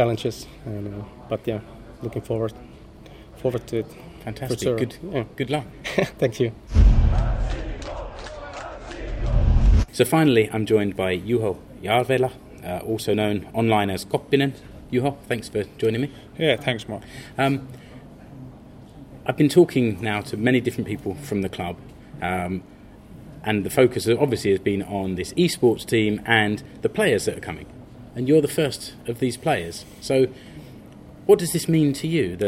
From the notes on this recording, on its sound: Attends the press conference at OmaSp Stadion. When SJK Seinäjoki launched its new eSports team.